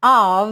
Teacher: Embora seja OF, sempre, sempre, sempre, sempre vai soar of, como se fosse um O com acento agudo e V · Term: som de OV